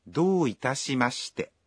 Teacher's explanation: Saat Anda mengucapkan Dou itashimashite, Anda membunyikan vokal O dalam Do satu ketuk lebih panjang